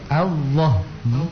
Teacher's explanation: Jadi ditebalkan huruf lam pada kata Allah itu